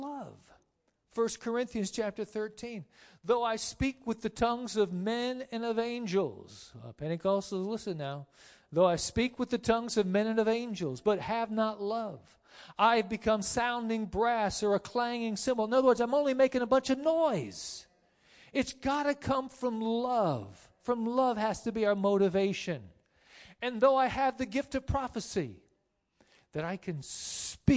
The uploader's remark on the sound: Sermon preached on 9-1-19 at Lighthouse Tabernacle Church of God of CI